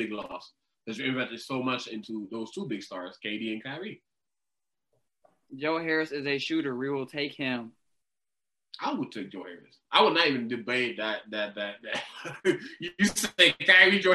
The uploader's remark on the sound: WE APOLOGIZE FOR AUDIO QUALITY ISSUES